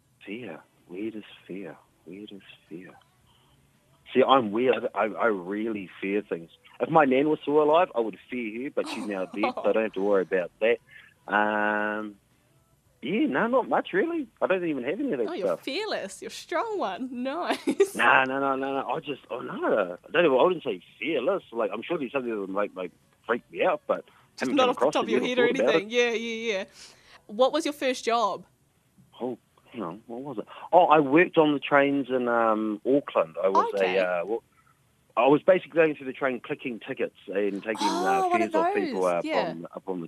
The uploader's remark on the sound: we are joined over the phone